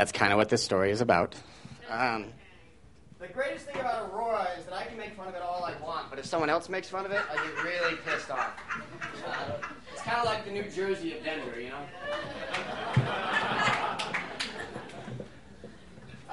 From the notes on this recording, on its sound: These stories were recorded at The Deer Pile on February 20, 2014